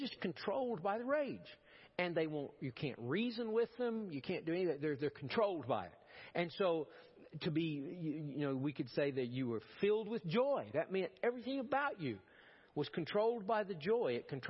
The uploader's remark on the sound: Preached at First Baptist Church of Powell.